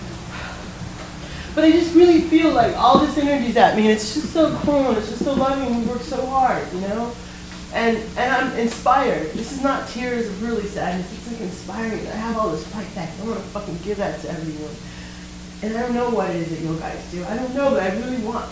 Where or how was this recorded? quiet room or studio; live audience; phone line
live audience